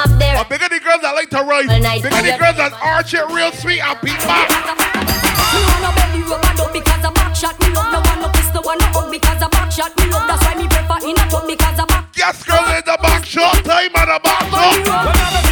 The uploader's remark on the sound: LIVE AUDIO. Live at Mad & Bad - Sound Check.